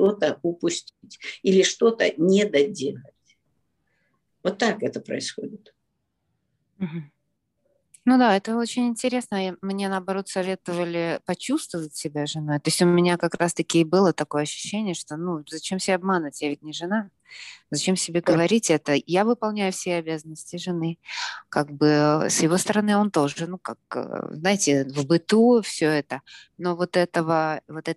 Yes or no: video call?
yes